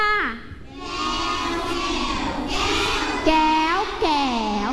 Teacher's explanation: รูปวรรณยุกต์ไม้โทแต่เสียงของเขาคือเสียงโท